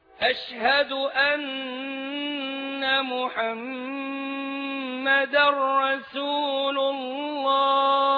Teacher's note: الميم المشددة إنك تغنها، والنون المشددة تغنها